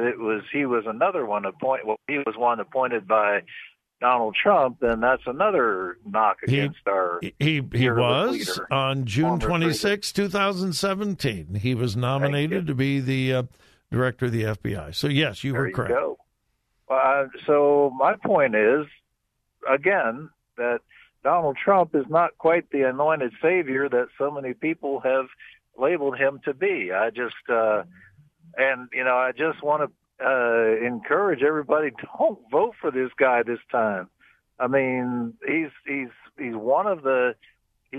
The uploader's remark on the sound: Open Phone Friday